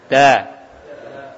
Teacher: ujung lidah nempel pada pangkal gigi seri atas. Pangkal gigi seri atas. · Term: huruf dal